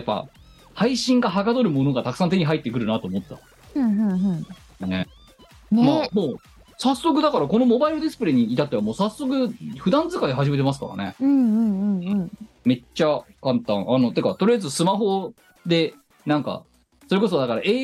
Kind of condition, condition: link, video call